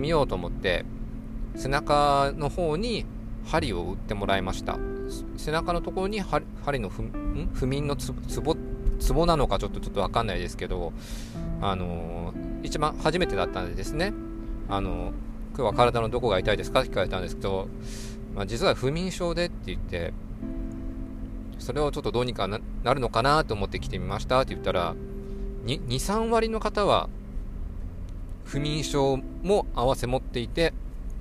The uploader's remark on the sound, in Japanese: 運転中に眠気が・・・ 何か喋ろうと思い収録しました。ドライブに付き合って。運転中に眠気が・・・ 何か喋ろうと思い収録しました。